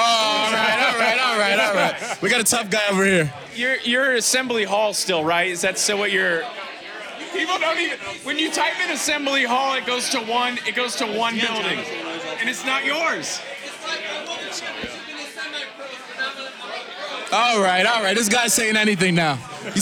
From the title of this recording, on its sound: LIVE FROM OVER UNDER